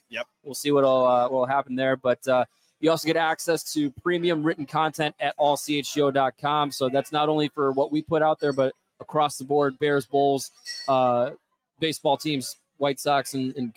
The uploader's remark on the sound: LIVE from Legends Grill and Bar in Mokena. CHGO Blackhawks LIVE Postgame Podcast from Legends Grill and Bar in Mokena!